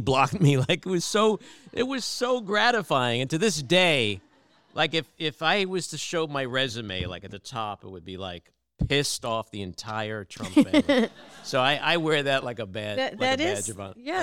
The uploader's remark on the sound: This is our first live-audience podcast taping!